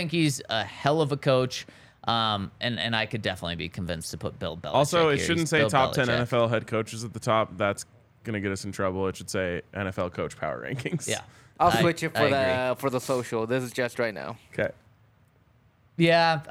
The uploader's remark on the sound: Coming to you LIVE from the DNVR Bar.